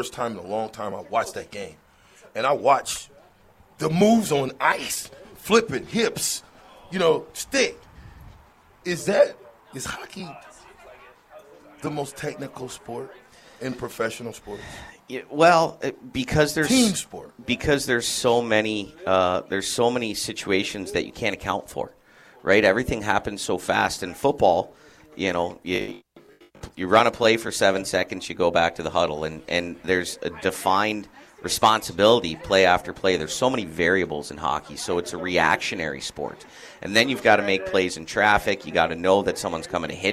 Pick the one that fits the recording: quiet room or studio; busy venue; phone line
busy venue